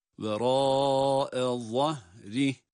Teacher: Vera'e zahrih derken za harfi kalın. Za harfi kalın ve peltek.